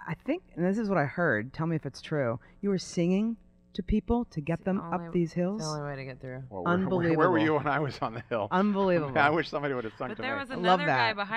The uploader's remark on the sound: This special edition of Add Passion and Stir was taped at Chefs Cycle, a 300-mile fundraising bike ride in Santa Rosa, CA.